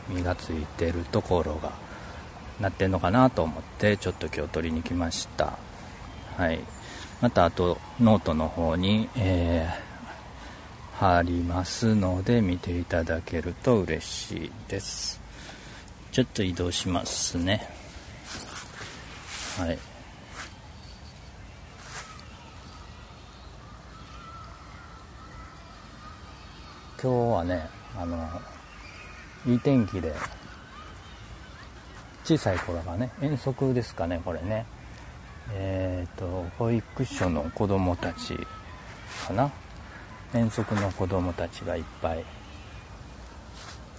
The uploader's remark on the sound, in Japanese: 外での音チェック。イヤホンマイクで収録。